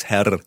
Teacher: So in the south of Germany, you really roll the R, so it's Herr.